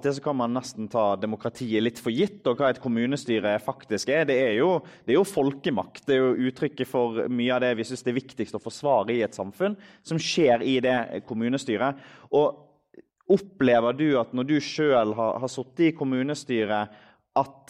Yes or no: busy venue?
yes